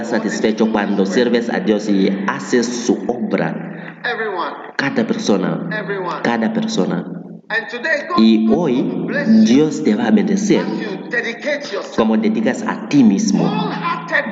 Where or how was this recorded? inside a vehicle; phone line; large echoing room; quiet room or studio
large echoing room